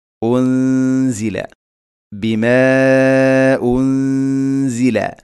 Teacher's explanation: നൂനിനെ അവ്യക്തമാക്കി മണിക്കണം, ഇഖ്ഫാ ബിഗുന്ന